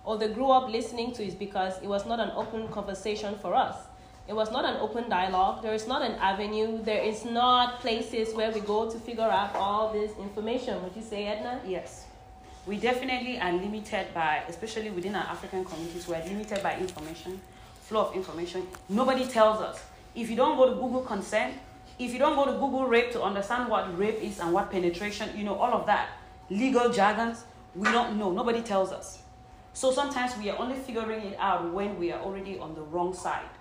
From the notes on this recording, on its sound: This is the first live audience episode. Listen in on the laughter and toast at the end.